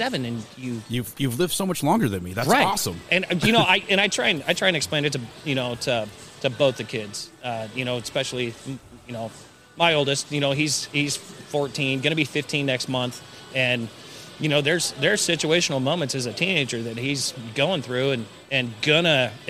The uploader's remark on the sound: As we record on location at Weekend Brewing Co. In Grants Pass, Oregon!